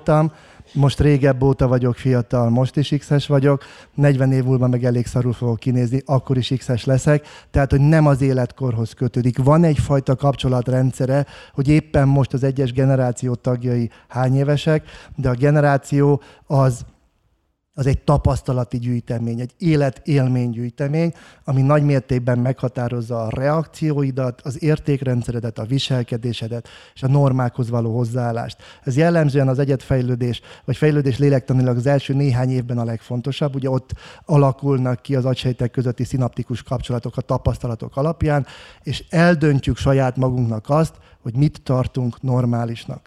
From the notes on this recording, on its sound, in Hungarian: Ez a Ma is tanultam valamit podcast különkiadása, ami a Brain Bar fesztivál első napján készült közönség előtt.